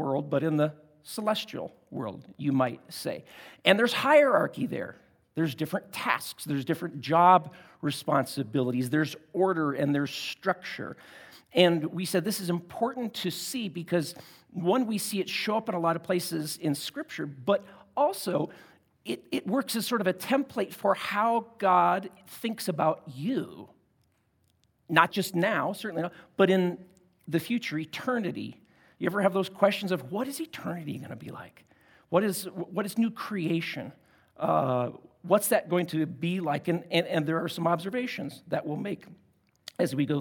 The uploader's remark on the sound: At Timberline Church.